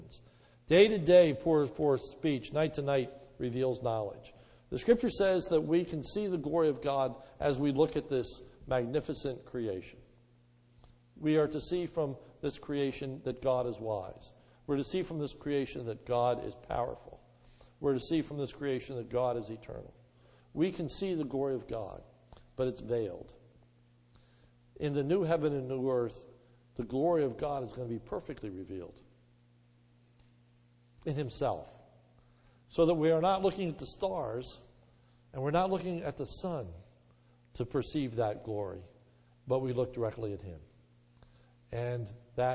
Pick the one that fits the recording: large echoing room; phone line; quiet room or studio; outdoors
large echoing room